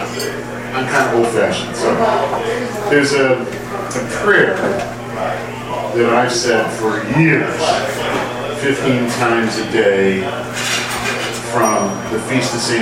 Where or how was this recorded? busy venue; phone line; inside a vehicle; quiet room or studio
busy venue